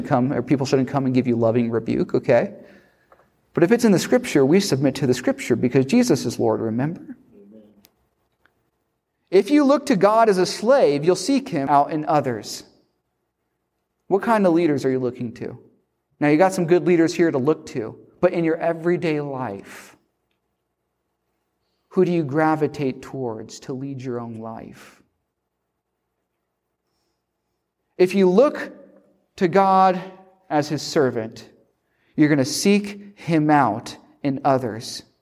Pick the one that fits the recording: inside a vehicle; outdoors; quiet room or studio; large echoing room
large echoing room